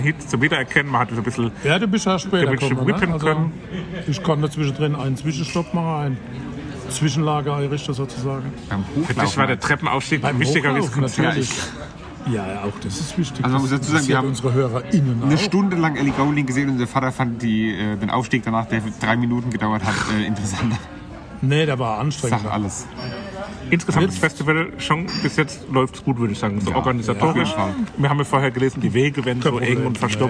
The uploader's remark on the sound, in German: Wir berichten Live von Tag 1 des Superbloom Festivals in München! Begeistern knapp 50.000 Besucher an Tag 1!